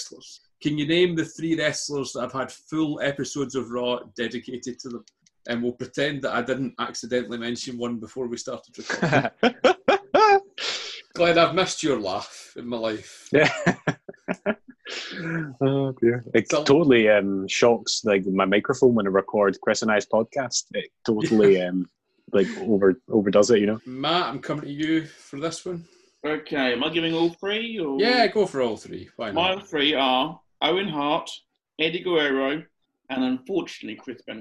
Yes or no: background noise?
no